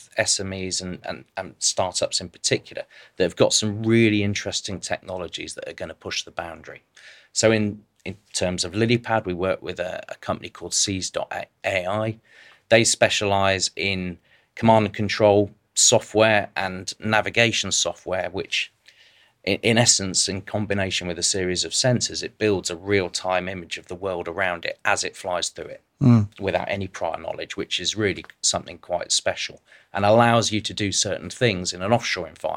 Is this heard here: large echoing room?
no